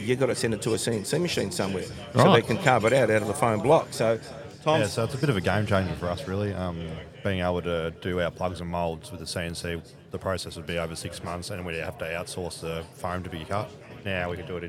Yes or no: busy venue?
yes